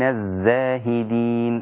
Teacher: لابد أن أظهر صفير الزاي